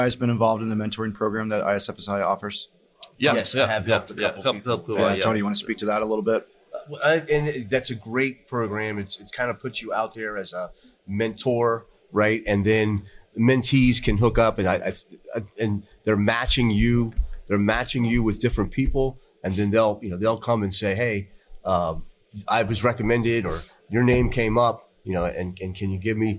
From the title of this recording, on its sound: Live at FDIC